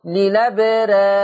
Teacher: فتقليل الألف يترتب عليه ترقيق الراء